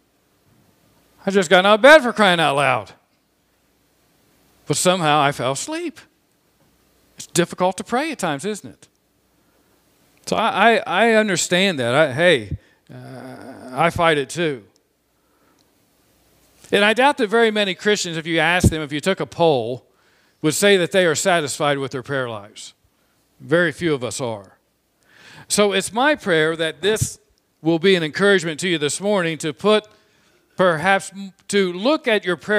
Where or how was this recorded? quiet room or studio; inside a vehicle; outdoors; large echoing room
large echoing room